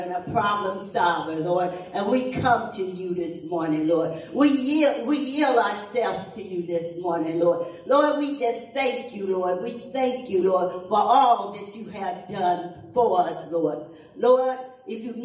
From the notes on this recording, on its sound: Ash Wednesday Service at New Life At Calvary.